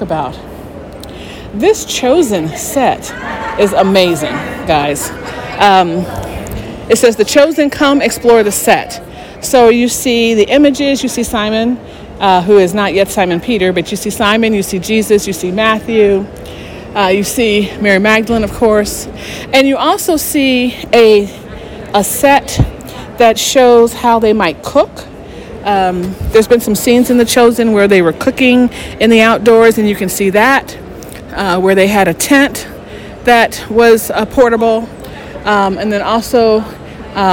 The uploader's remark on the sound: Live at the NRB Christian Media Conference. I’ll be broadcasting all this week from the conference.